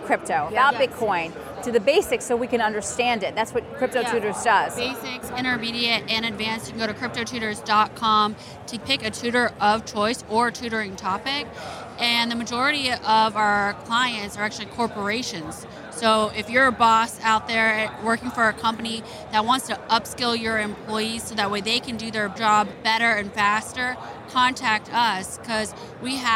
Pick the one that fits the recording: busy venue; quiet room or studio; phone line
busy venue